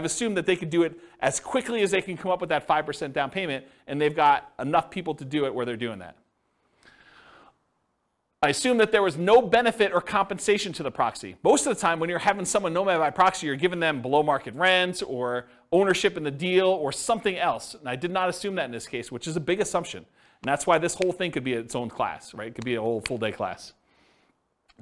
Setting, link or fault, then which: setting, live audience